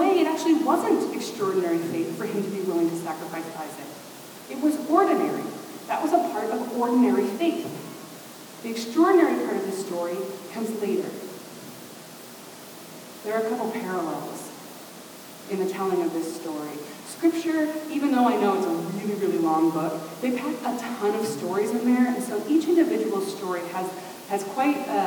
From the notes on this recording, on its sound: We had technical difficulties. The quality of the podcast is not what it has been or will be.